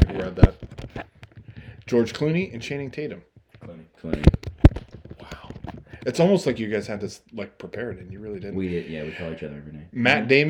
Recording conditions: background noise